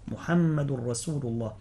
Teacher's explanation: محمد رسول الله، رسول يعني لا بد من التنبيه على السين في رسول لئلا تخرج الصاد. رسول الله مرققة، السين مستفلة مرققة